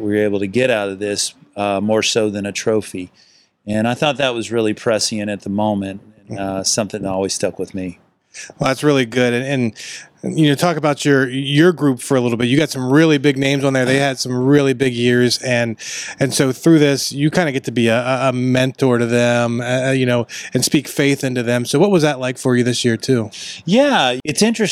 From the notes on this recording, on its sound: Live from the FCA Palm Beach County Football Clinic. Live from the 2023 FCA Palm Beach County Football Clinic.